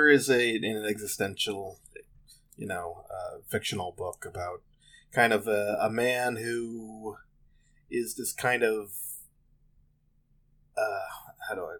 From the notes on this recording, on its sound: We apologize in advance for the audio quality of this episode